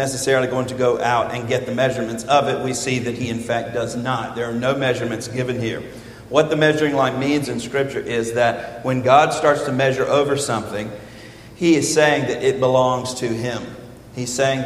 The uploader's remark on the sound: This is a sermon from Zechariah 2 preached 8/28/21 at Westerly Hills Baptist Church.